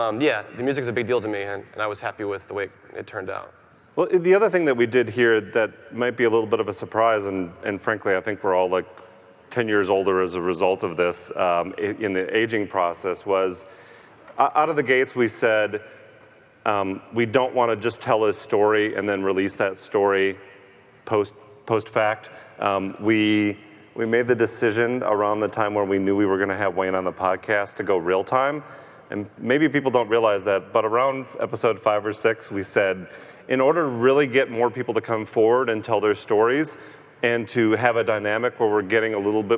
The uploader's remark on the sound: Live from CrimeCon 2018